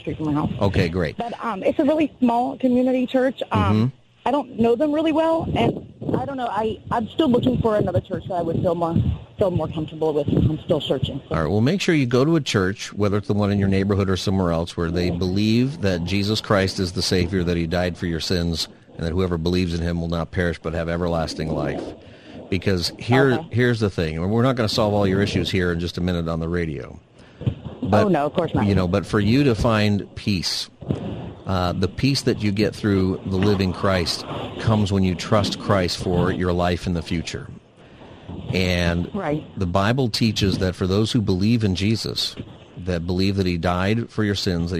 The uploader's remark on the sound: Holds open phone Friday and takes your calls on any topic.